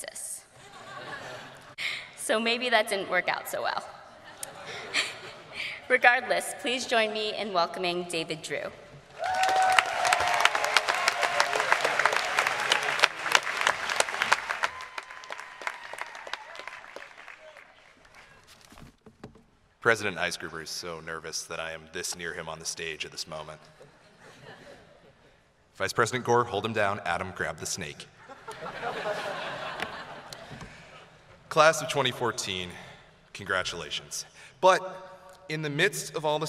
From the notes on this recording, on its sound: Addressed graduating seniors at Princeton University's Class Day celebration on Monday, June 2, on Cannon Green.